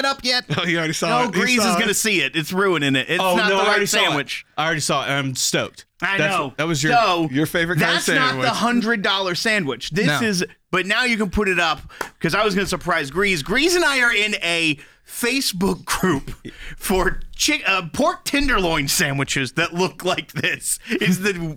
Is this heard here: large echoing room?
no